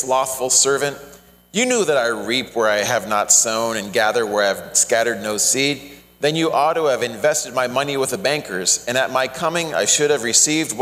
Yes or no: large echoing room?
yes